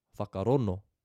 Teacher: If we go to the Bay of Plenty area where the Tūhoe tribe are from, they don't pronounce the digraph NG, ng. They drop the G and just use N. So we have, instead of whakarongo, whakarono.